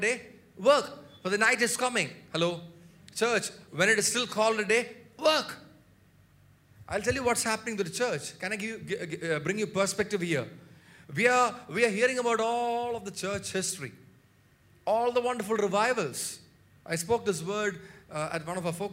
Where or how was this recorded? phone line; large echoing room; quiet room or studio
large echoing room